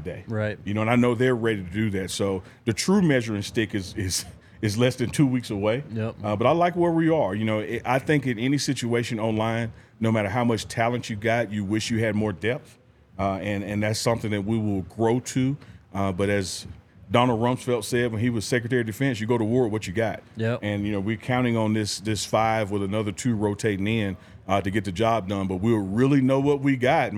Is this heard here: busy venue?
yes